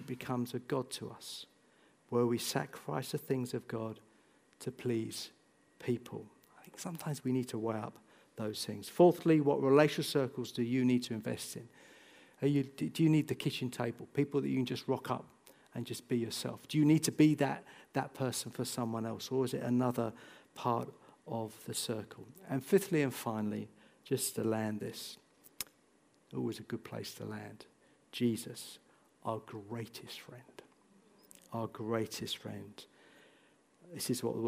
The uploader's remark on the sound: This sermon was recorded on Sunday 28th January 2024 at our Putnoe venue.